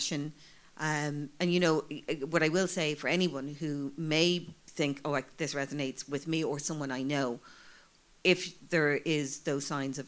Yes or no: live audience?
yes